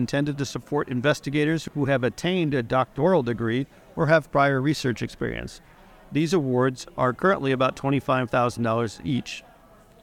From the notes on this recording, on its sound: Recorded live at The Academy's Annual Meeting & Scientific Symposium in Nashville.